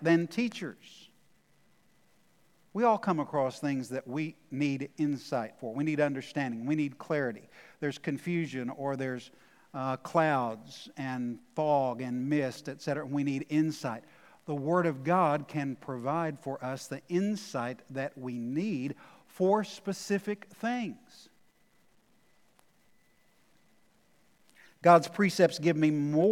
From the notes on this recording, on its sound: Recorded live at The Fellowship in Nashville on Sunday, August 8, 2021.